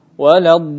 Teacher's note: Dia udara yang keras, karena huruf dhad adalah sifatnya kuat, tebal, maka udaranya pun menjadi kuat dan tebal. Dia mendorong ke depan, tapi mendapati lidah dia tertutup karena pertemuan antara lidah dan geraham, begitu pula dengan ujung langit-langit.